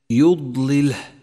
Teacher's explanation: لاحظ صفة الاستطالة لحرف الضاد في كلمة يضلله